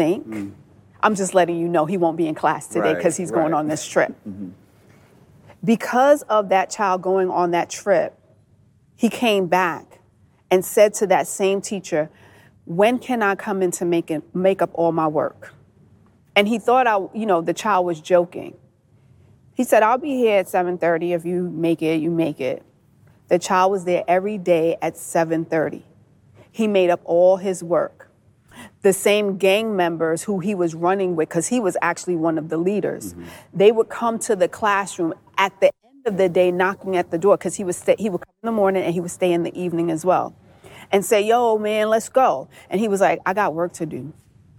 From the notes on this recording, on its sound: For the first Intentional Leadership Podcast session in front of a live audience at Academy of Dallas Public Charter School of Entrepreneurship.